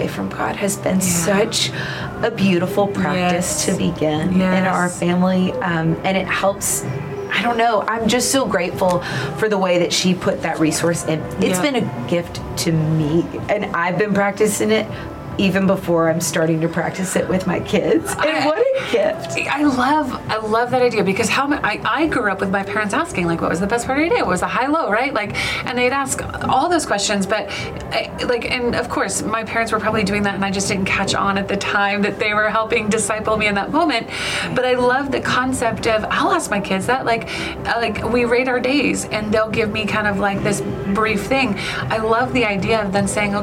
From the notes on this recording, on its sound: Live from the 2023 Child Discipleship Forum